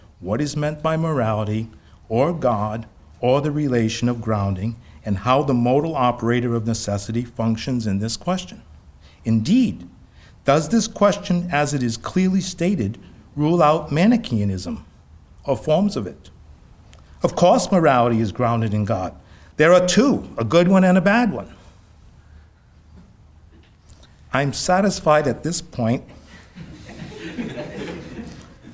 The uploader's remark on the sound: "Must Morality Be Grounded in God?" Conference at Franciscan University of Steubenville.